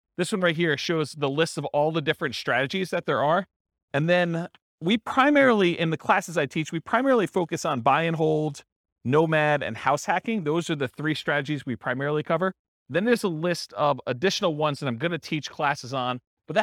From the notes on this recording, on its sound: This was a live class recorded